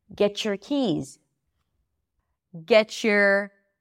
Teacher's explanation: When there is a T at the end and then a Y right after, we get a ch sound.